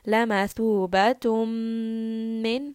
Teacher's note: So we are completely changing this noon sound to a meme.